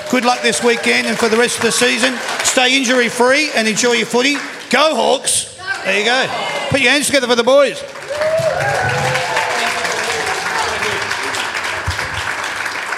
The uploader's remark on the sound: That's Good for Footy panel show LIVE from the Mulgrave Country Club In Wheelers Hill.